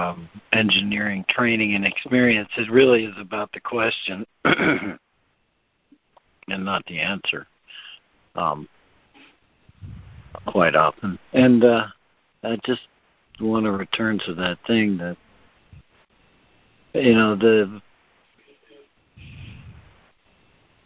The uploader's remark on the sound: ACIM Daily Conference Call